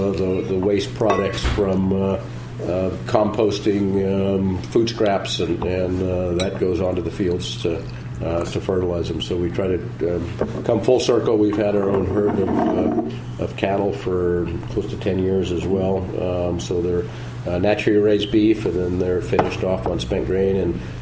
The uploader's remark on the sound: Recorded off-site at Jimmy's No.